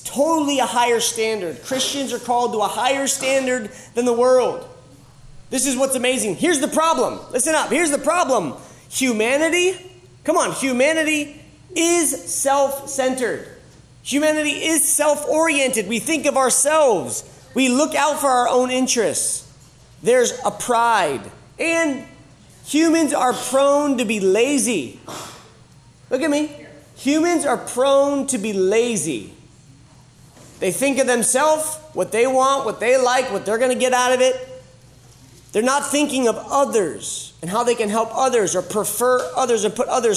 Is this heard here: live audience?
yes